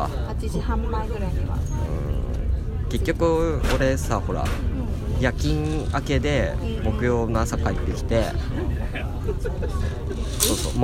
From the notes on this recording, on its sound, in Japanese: 箱根日帰り旅。行きの電車の中です！